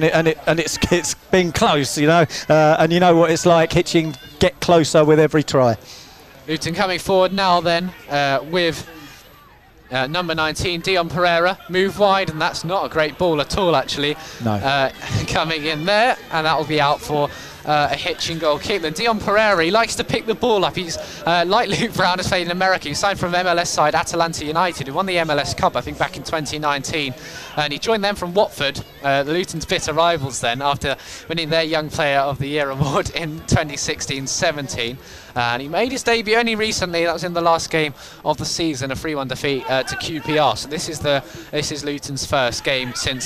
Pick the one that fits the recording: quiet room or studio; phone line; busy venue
busy venue